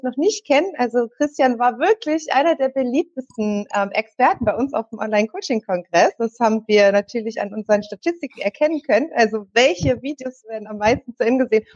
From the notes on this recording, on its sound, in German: Webinar-Mitschnitt.